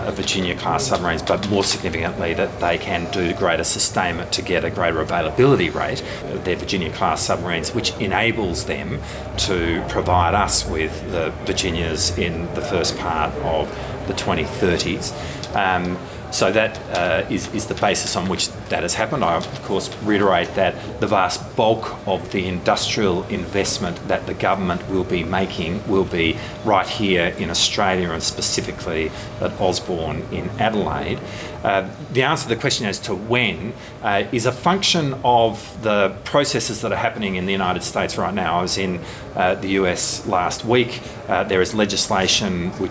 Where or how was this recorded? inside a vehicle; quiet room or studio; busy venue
busy venue